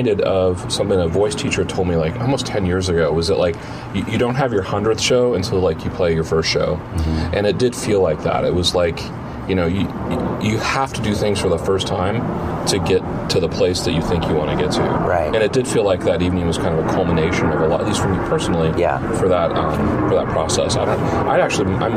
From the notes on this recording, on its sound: at the Georgetown Trailer Park Mall